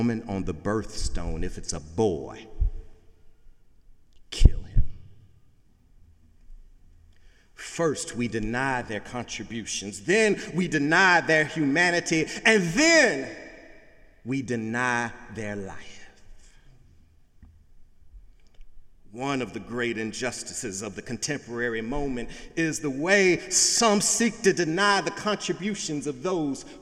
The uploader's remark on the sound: Sunday sermon September 3, 2017 in the Memorial Church of Harvard University